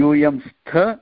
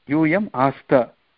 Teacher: तत्र महाप्राणः अस्ति तकारे, किन्तु भूतकालरूपे यूयम् आस्त. महाप्राण नास्ति, अल्पप्राणः एव अस्ति. प्रथमतकारः, प्रथमतकारः इति अस्ति.